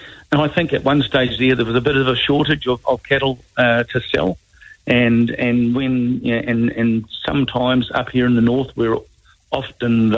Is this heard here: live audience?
no